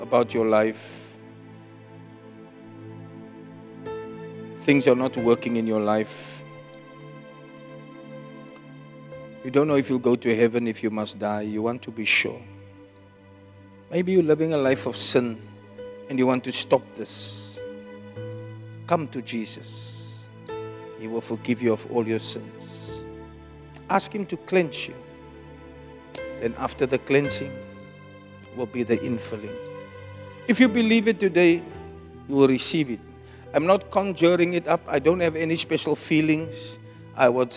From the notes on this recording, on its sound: Preached at Zion Sanctuary